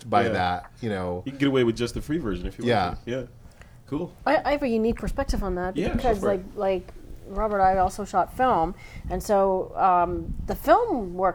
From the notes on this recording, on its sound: A TWiP gathering at the WPPI conference